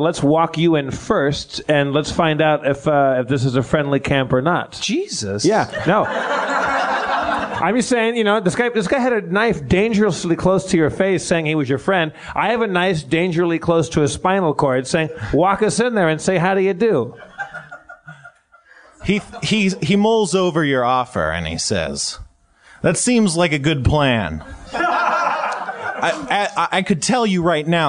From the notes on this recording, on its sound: Note: the audience was not mic'd this episode.